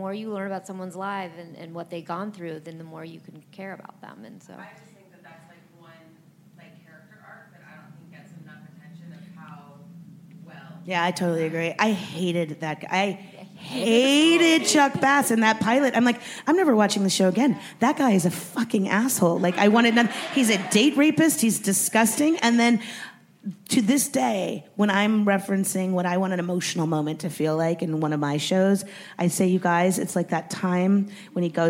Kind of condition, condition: setting, busy venue